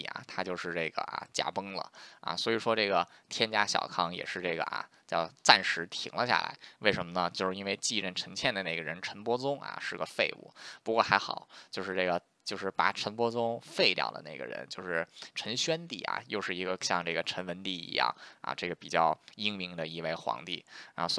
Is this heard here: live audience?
no